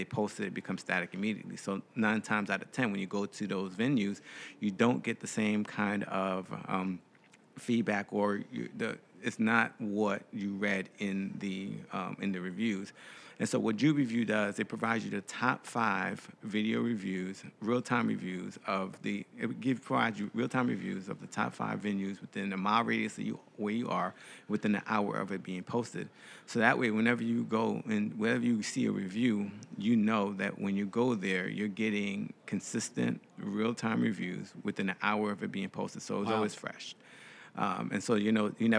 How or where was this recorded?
busy venue